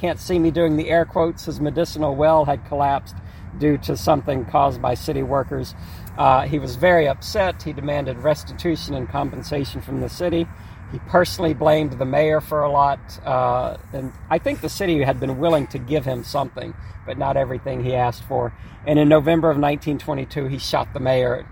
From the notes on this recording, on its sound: Recorded onsite at the historic American Cemetery